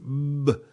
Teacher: Donc, on entend une espèce de m. Hein, m comme ça, pendant que je fais le B, ce m. C'est une vibration des cordes vocales. · Term: consonne voisée